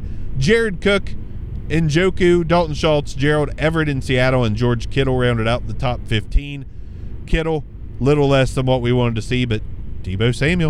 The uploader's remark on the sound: hop in the car with me